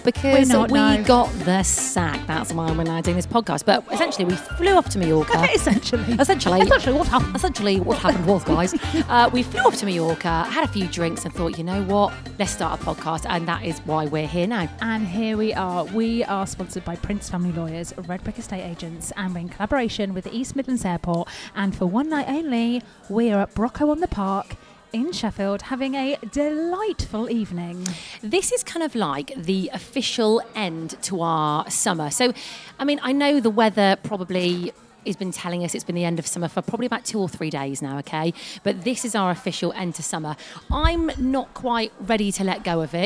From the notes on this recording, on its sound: On this bonus episode we are live from Brocco on the park!